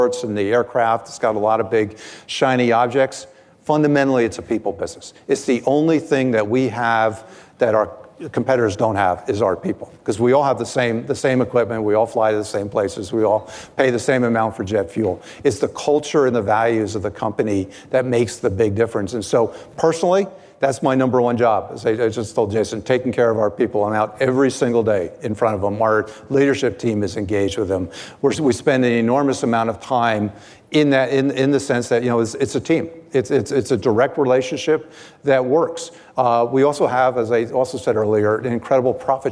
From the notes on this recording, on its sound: Live at Code 2019. At the 2019 Code Conference.